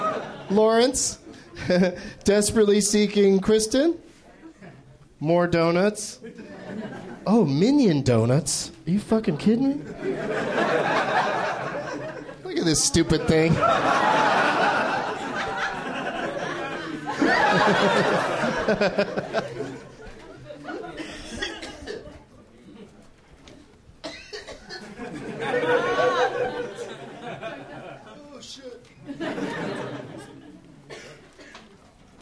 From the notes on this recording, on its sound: Live from the NerdMelt Showroom